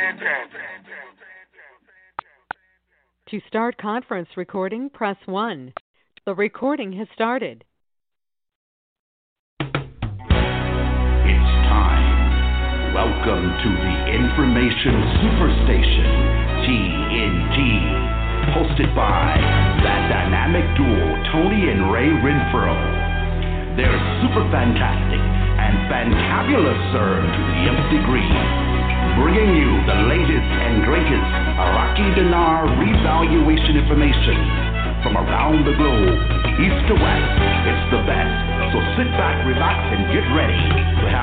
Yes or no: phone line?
yes